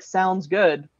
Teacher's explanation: it's a falling intonation, or it's a lowering of the pitch at the end of a sentence